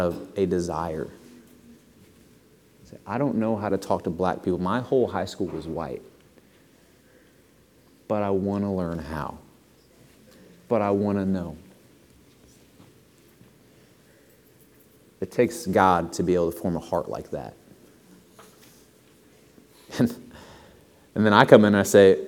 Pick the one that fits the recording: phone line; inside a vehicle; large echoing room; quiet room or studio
large echoing room